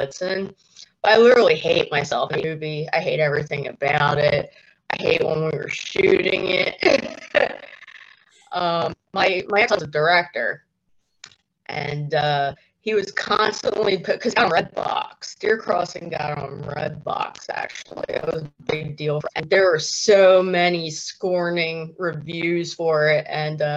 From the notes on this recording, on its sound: We did have some sound issues , sorry in advance .